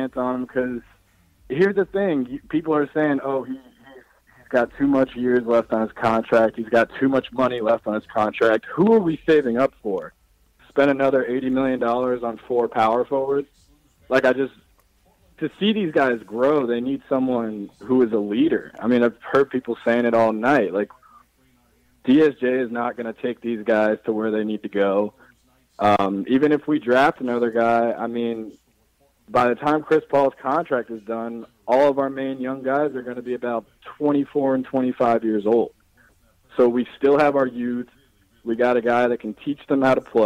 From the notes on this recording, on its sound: They watch along during the second half of the game. They also take live phone calls from fans around the world.